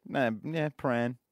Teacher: there's no vowel between the P and the R